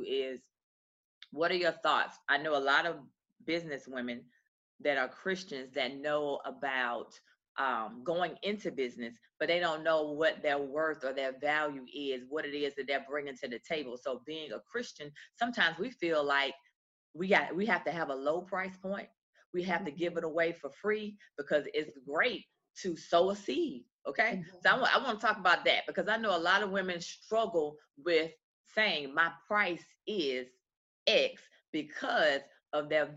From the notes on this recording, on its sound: This is a recording of a recent webinar